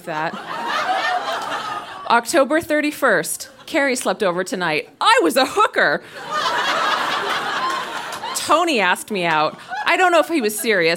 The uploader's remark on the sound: Recorded live at The Mansion in Kingston.